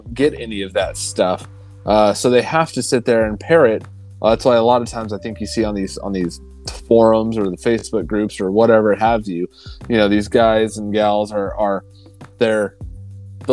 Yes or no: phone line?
no